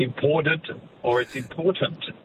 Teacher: that T of important is, you know, flanked by voiced sounds. And therefore you just carry the voicing through, and we do that all the time.